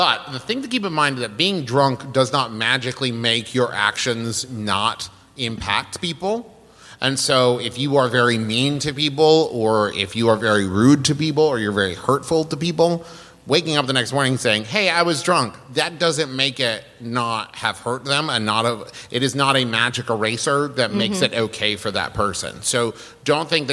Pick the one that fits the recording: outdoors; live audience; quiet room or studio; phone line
live audience